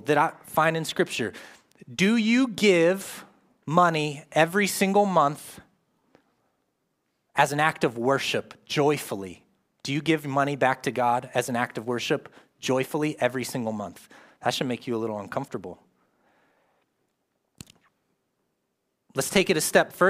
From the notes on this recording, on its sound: live from Covenant Church